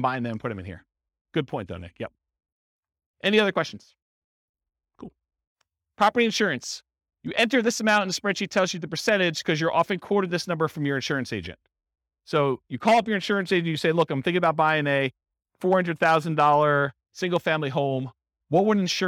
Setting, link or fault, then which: setting, live audience